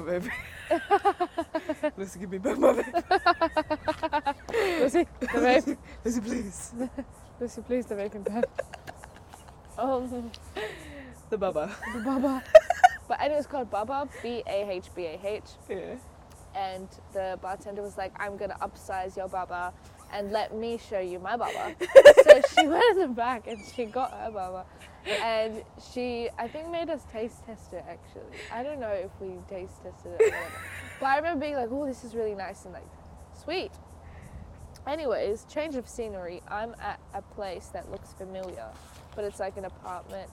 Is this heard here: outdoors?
yes